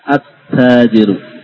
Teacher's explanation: Idgham. Lebur ke huruf berikutnya.